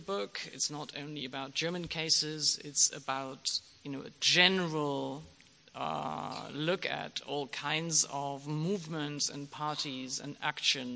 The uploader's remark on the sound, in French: au Théâtre de Mâcon